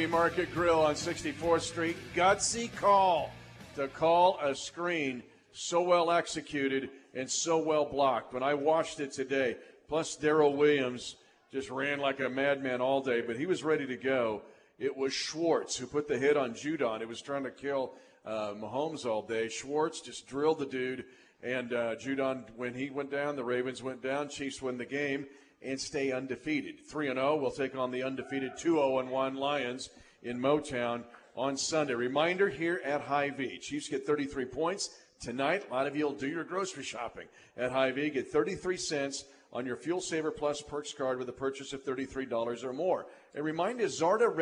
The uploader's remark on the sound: broadcasts live from the Hy-Vee Market Grille in the Northland